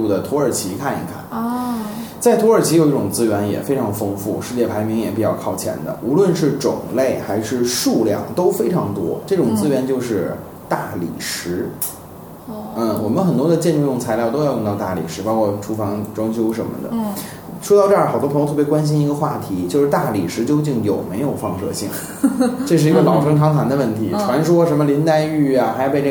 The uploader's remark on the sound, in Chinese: 本期节目为在张大妈办公区用录音笔录制，可能有街道上的杂音，请见谅。